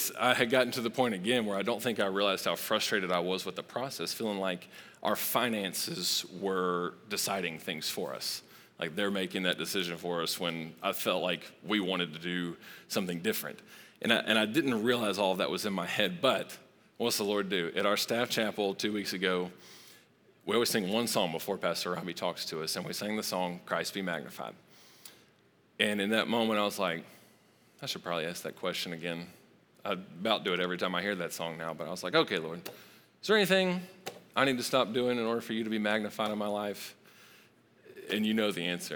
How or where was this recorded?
live audience